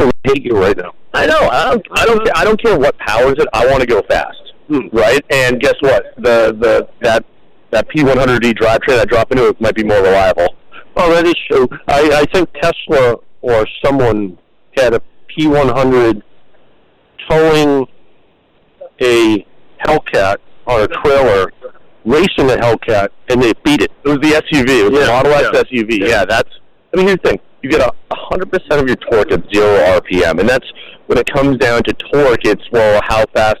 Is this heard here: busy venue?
yes